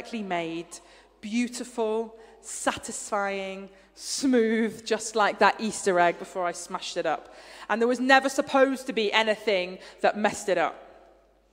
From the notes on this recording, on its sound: Streamed live at St Paul's Shadwell.